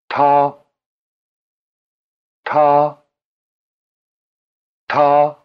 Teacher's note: Try repeating the word for he, ta. Notice the extra explosiveness of the T.